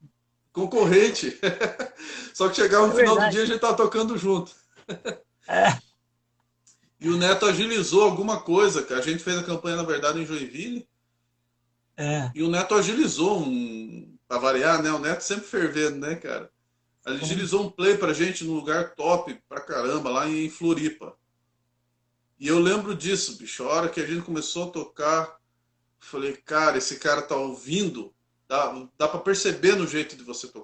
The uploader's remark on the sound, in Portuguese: PODCAST extraído da LIVE TEMPO DE APRENDER gravada no instagram